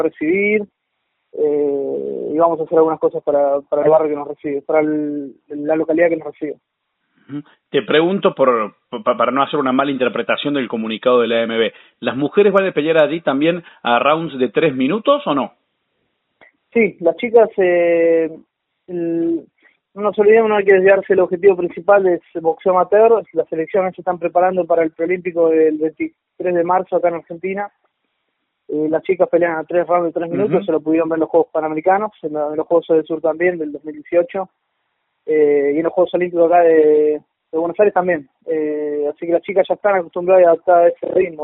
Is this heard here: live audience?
no